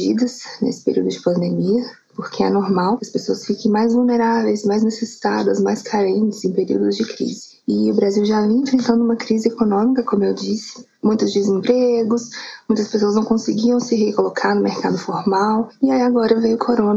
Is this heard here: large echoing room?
no